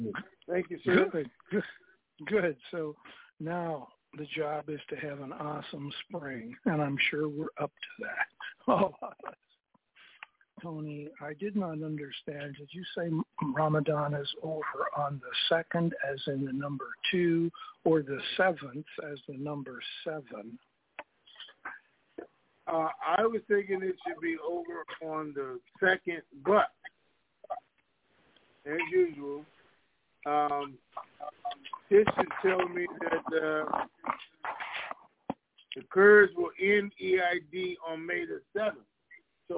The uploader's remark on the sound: TNTSuperfantastic Conference Call